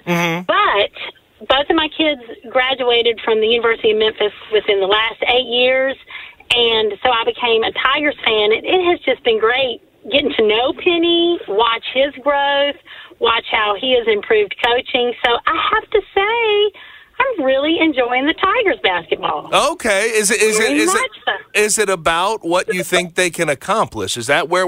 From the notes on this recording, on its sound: Listener phone calls.